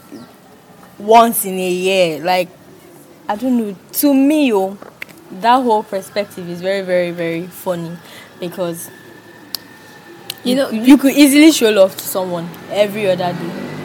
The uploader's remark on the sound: NOTE: This episode was recorded in an open space and not a secluded area, vehicle noises may be heard in the bakground.